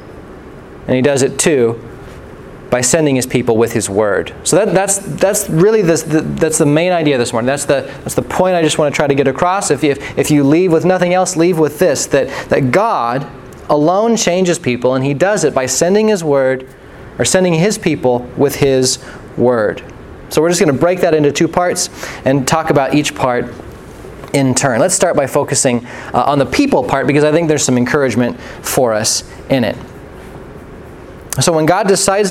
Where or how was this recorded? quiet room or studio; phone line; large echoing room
large echoing room